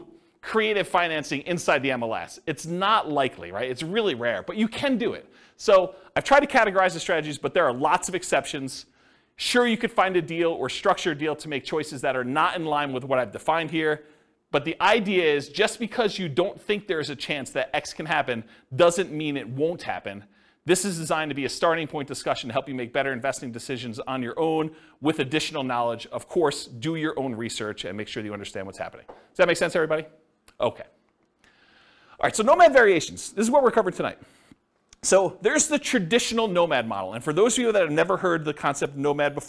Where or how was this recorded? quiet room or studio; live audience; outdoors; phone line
live audience